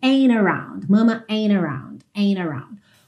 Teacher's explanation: esse T pode ser omitido e você então vai ouvir a ligação direto no N. Ain't around.